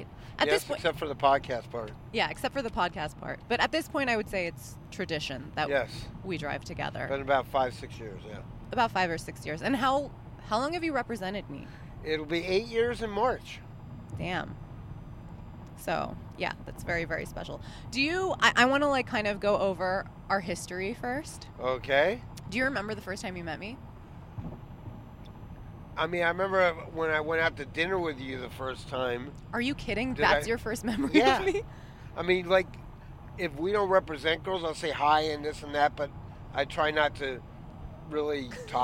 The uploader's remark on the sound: We recorded this on the drive to Vegas, so I slapped a telemarketer headset microphone thingie on his head and he was able to pod handsfree.